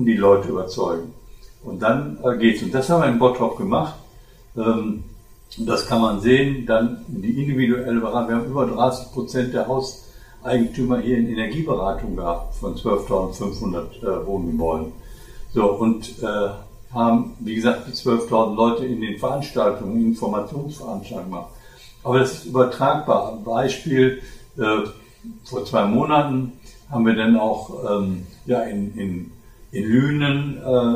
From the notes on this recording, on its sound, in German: Bei der Bearbeitung hatten wir leider technische Probleme, weshalb wir euch nicht die gewohnte Tonqualität bieten können.